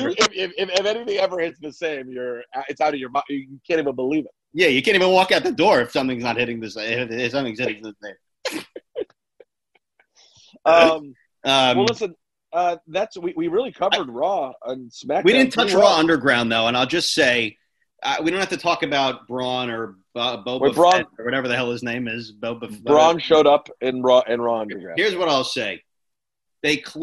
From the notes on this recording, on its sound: jump on a zoom